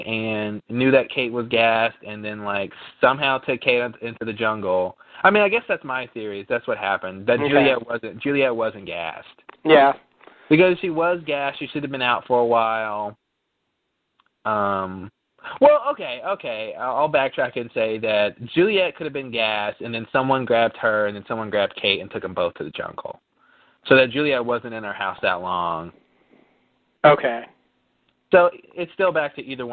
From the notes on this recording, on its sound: Recorded Live on Talkshoe